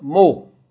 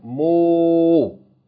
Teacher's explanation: you have Mim with Dhamma elongated by Wow · Shown in: second take · Term: elongation of the Dhamma